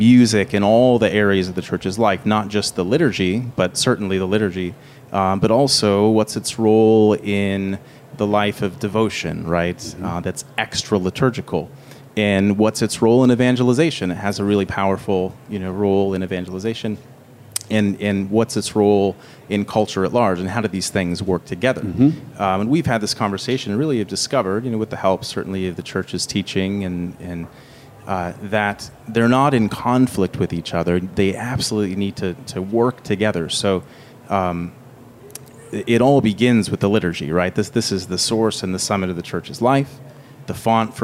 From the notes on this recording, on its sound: at the FOCUS SEEK19 conference